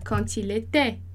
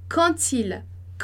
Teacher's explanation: eu tô fazendo uma liaison entre o quand e a pessoa, o il. Então, quand il était petit, quando ele era pequeno.